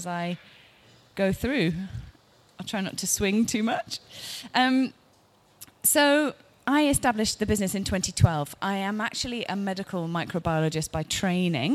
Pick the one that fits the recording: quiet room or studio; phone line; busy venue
busy venue